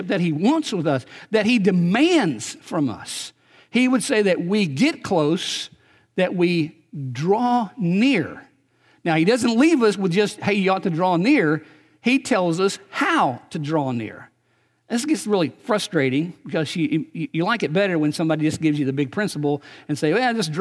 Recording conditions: large echoing room